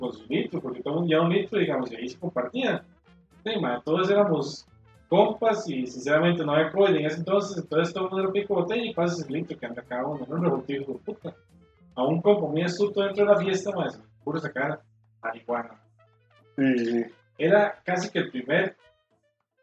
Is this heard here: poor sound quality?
yes